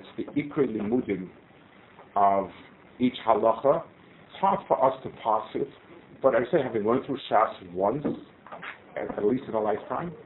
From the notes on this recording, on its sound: Delivered at Aish-Gesher #Israel Trip 2023